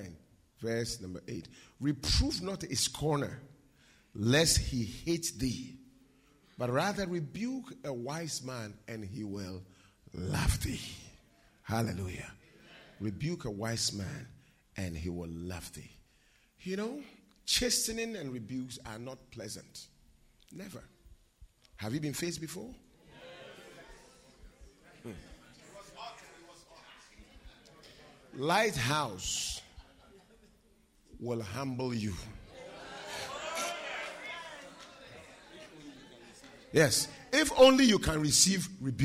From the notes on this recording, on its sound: Preached at the UK DaniePaul Conference 2022